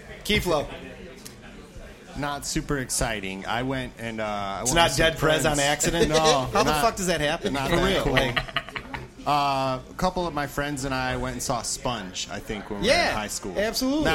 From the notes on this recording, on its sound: The TDL 2nd Anniversary Show LIVE from PJs Lager House